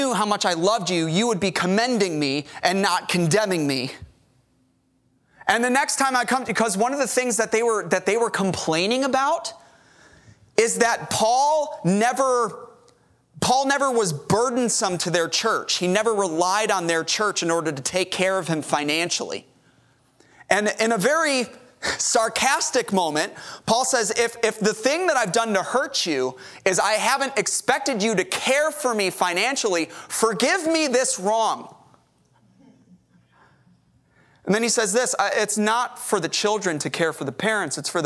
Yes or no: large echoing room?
yes